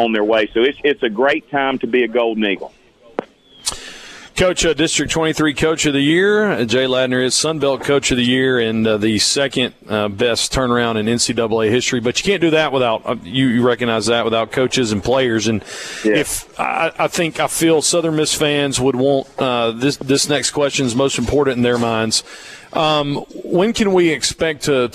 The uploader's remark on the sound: Broadcasting From Woolwine Ford Lincoln In Collins For The 2023 Okatoma Festival This Weekend